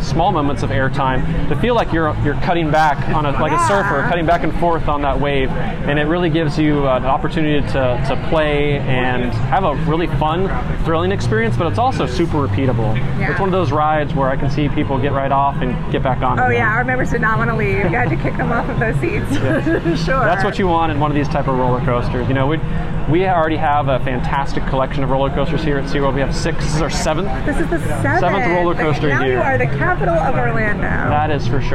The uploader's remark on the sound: Join her in this live audio from the attraction's media day.